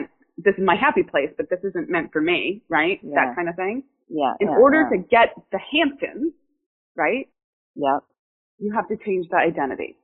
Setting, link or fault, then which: fault, poor sound quality